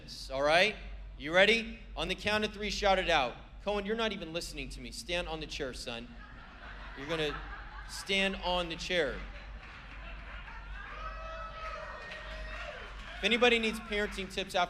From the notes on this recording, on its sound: was preached on December 24th at the 4PM service